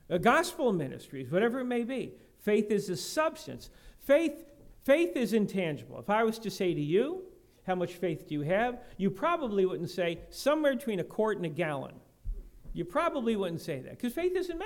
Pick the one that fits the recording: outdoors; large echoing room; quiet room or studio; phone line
large echoing room